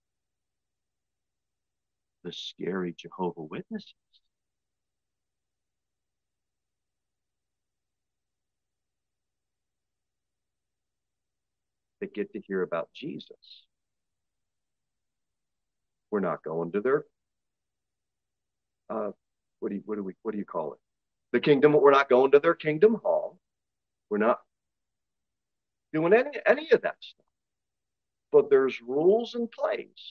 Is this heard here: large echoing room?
yes